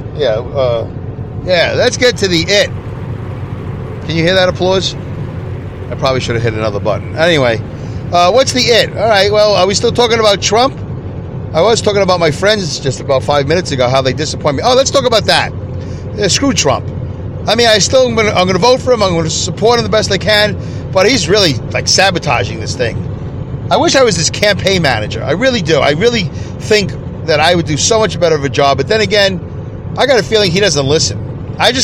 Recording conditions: inside a vehicle